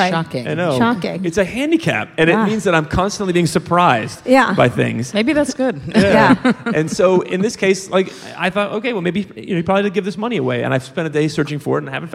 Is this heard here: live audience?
yes